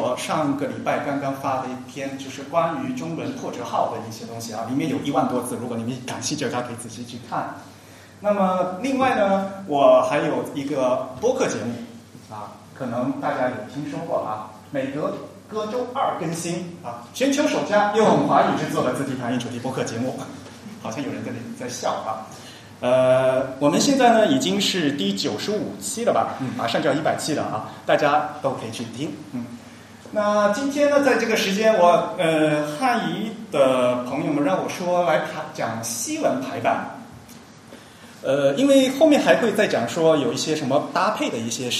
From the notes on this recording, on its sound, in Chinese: 沙龙在上海同济大学设计创意学院举办。今日播出现场录音，以飨未能到场的听众。